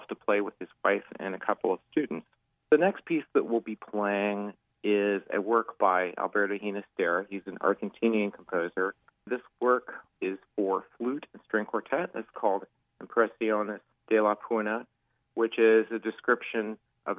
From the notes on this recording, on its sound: joins us by phone